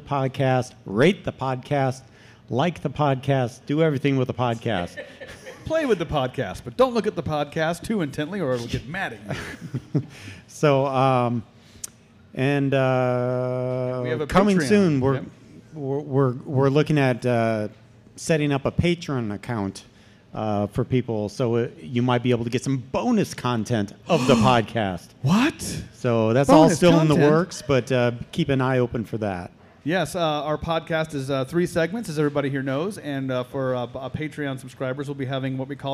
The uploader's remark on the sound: In our FIRST EVER Live Episode, we had the pleasure of enjoying some evening paranormal fun with a packed coffee house, here in good ol' Omaha, Nebraska!